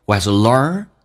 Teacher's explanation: 重度卷舌整个舌身往回卷